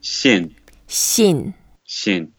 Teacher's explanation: It's the fourth tone, so we go down.